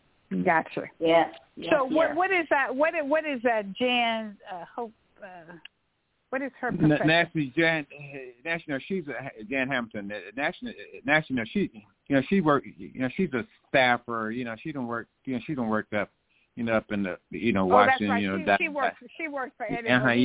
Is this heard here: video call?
no